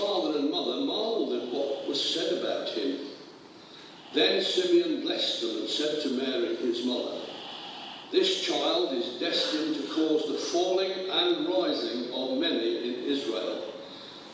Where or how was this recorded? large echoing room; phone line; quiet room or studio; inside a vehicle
large echoing room